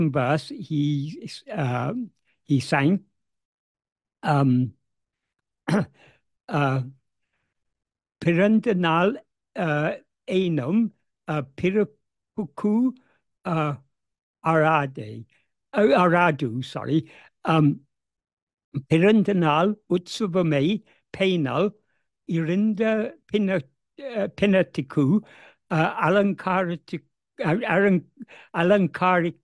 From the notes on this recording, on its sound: In a Zoom meeting with Sri Ramana Center, Houston